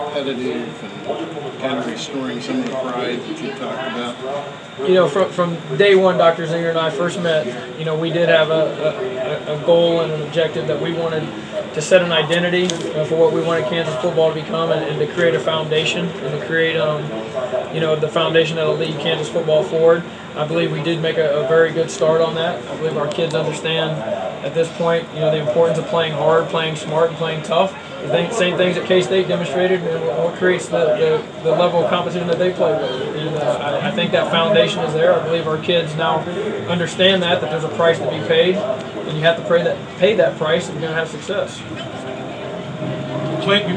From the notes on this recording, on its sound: Press Conferences & Post-Game Interviews.